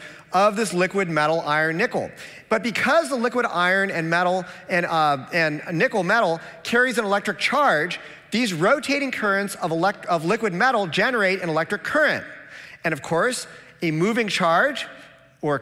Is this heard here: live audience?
yes